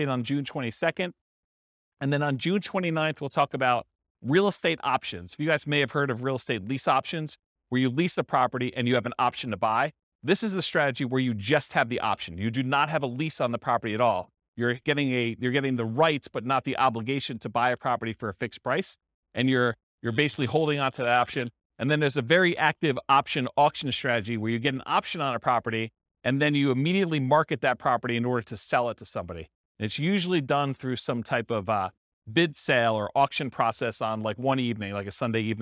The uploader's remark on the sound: This was a live class recorded